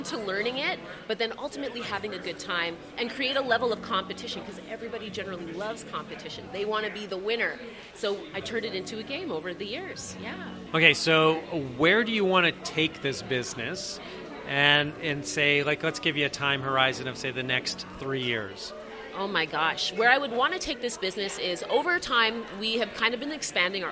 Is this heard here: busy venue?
yes